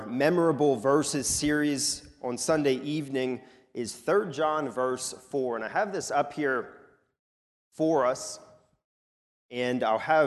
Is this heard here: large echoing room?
yes